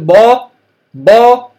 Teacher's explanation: فلما نقول مثلا با با، نجد اللسان في الأسفل، لا يرتفع اللسان. لو قلت با با صار الحرف مستعليا، وهذا من اللحن